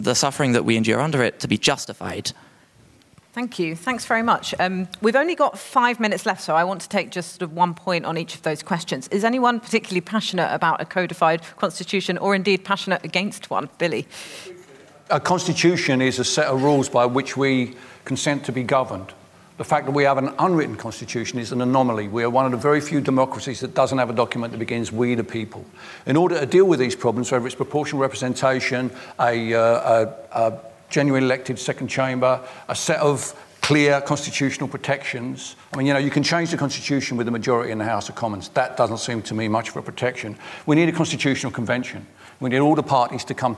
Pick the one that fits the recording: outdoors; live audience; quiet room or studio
live audience